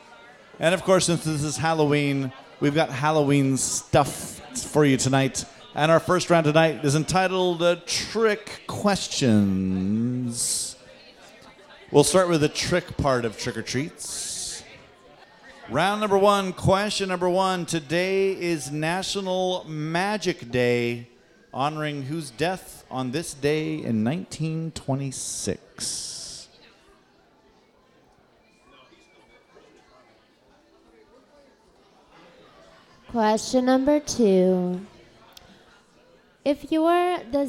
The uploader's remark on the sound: It's our second live Halloween pub quiz, this time at the fabulous Berliner Pub!